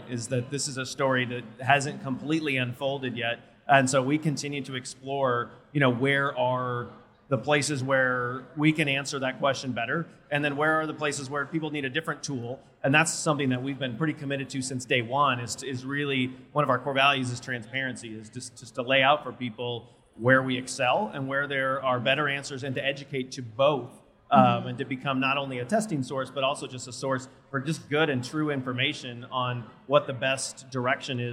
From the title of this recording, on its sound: Live from A4M World Congress in Las Vegas